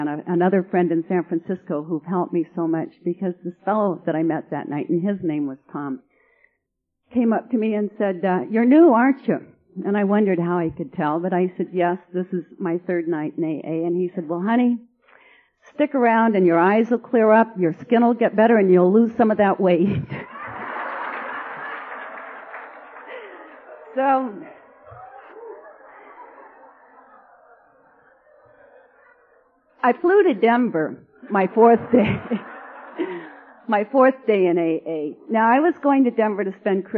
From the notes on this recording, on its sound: speaking at the Southeastern Conference of the Georgia State Convention in Aug.